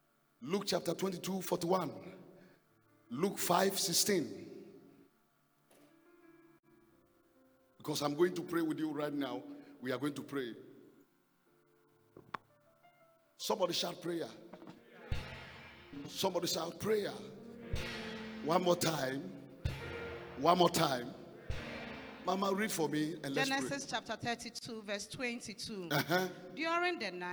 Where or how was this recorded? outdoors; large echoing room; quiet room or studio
large echoing room